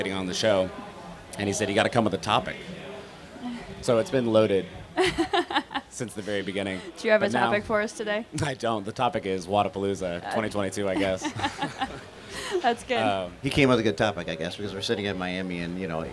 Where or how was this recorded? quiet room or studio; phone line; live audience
live audience